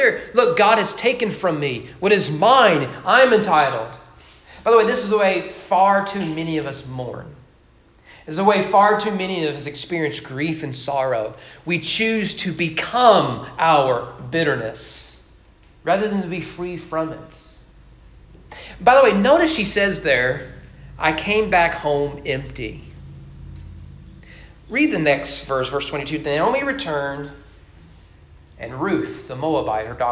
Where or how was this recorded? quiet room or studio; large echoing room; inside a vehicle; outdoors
large echoing room